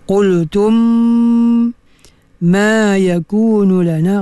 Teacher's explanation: rapatkan bibir mulut dan disertai dengan dengung yang bersangatan · Term: idgham mithlain